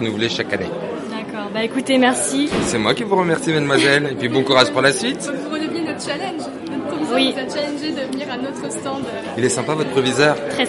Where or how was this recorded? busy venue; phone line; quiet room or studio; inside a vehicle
busy venue